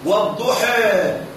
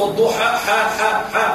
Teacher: قالوا الإمالة اصطلاحا هو أن ينحى بالألف نحو الياء وأن ينحى بالفتحة نحو الكسر · Shown in: first take